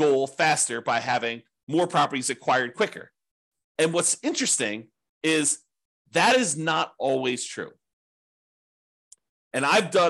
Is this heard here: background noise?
no